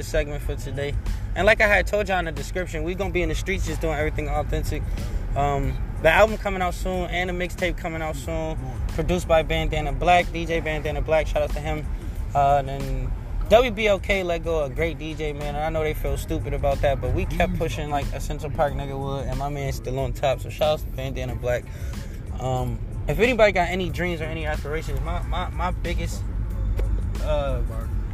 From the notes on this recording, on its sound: Talking stoned from the streets. Real convo with real people live in the streets.